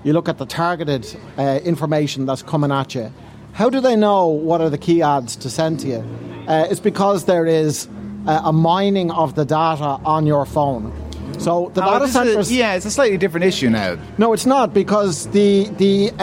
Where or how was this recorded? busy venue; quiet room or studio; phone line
busy venue